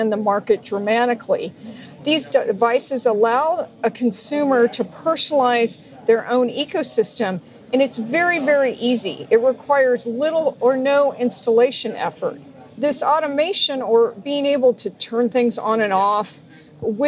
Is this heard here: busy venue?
yes